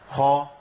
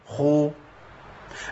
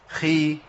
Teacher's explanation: صفة واحدة وهي صفة الهمس، جران النفس او الجهر، عدم جران النفس. يبقى لولا الهمس في الخاء لصارت غينا